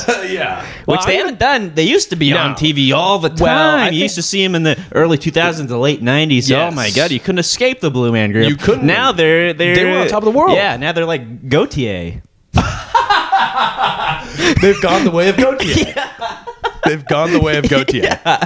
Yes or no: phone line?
no